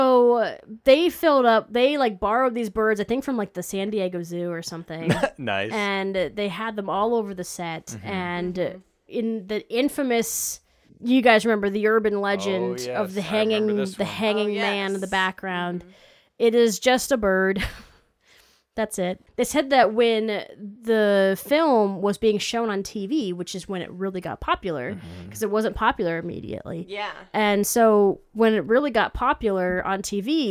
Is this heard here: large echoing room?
no